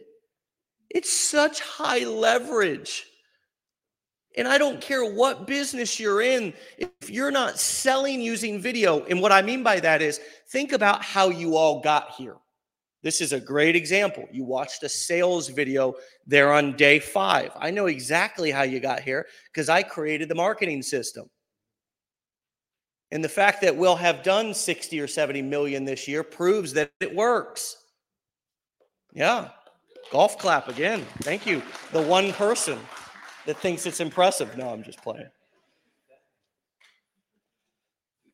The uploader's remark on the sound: LIVE From Mastermind in Orlando, FL.